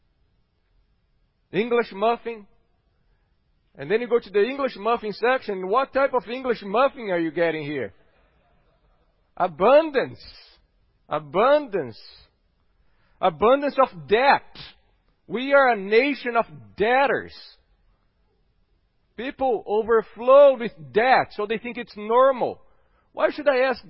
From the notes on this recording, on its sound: at Gracious Cross Reformed Church Salem